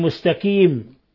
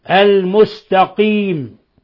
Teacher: القاف حرف مجهور مستعل، فيلزم تعمل بيان جهوره واستعلائه، وإلا صار كافا · Shown in: second take